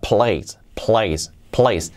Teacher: Y luego la última palabra, place, con la L bien fuerte, la la la la, y la P bien aspirada, place, place, place.